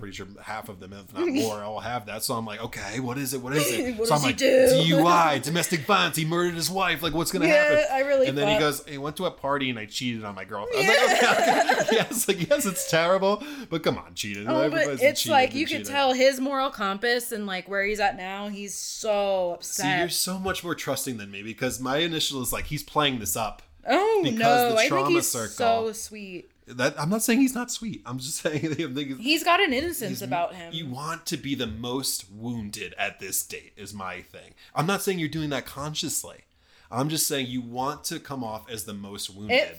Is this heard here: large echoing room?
no